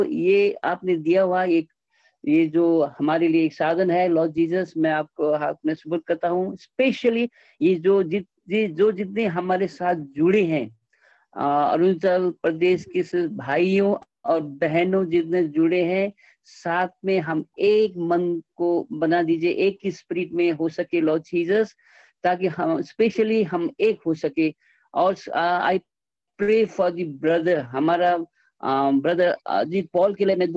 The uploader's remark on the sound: Arunachal Pradesh. Zoom Meeting.